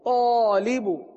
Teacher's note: الف سے پہلے حرف تو پر ہے تو الف کو کیا پڑھیں گے پر پڑھیں گے